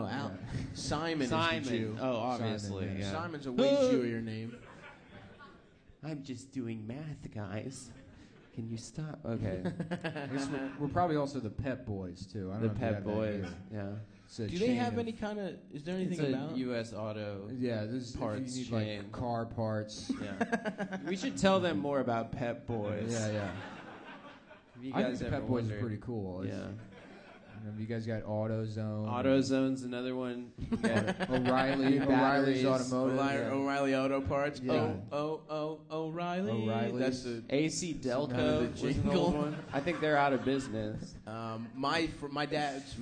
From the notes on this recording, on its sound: 2018-10-30 Sydney (Live Show)